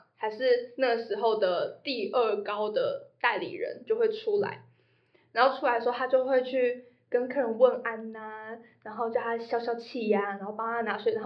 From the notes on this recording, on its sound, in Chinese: 音量也越來越大。耳機用戶可能會因我們收音設備不足導致收聽品質下降。